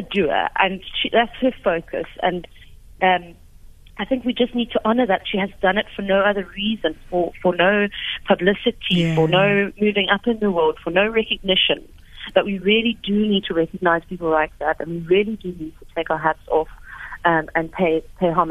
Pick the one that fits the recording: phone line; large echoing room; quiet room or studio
phone line